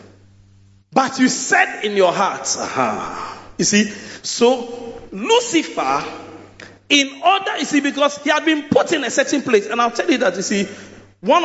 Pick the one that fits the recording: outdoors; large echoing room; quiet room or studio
large echoing room